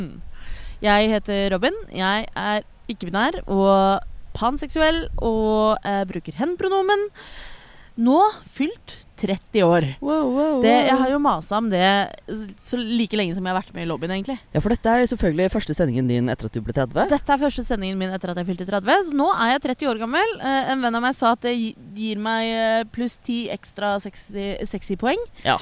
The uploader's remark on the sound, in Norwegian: har tatt med seg lydutstyret ut i Oslosommeren